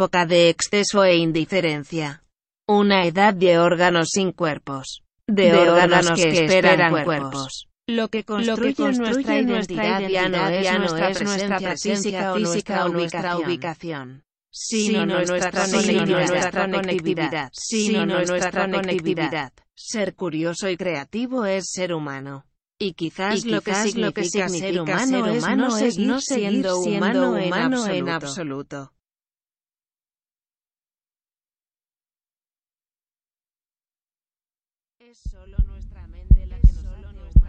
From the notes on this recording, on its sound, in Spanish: Composición realizada con sintetizadores RSF Kobol, Kong MS-20 proporcionados por la Fundación Phonos y grabaciones de campo en zonas de la ciudad de Barcelona con altos porcentajes de ruido urbano y de consumo.